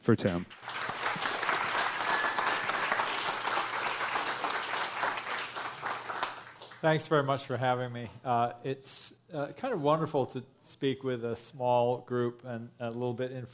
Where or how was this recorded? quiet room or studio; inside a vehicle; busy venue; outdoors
busy venue